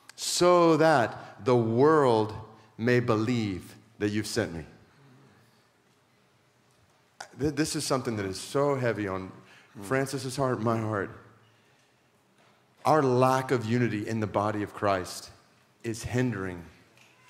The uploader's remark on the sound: a shared session at Biola’s yearly Missions Conference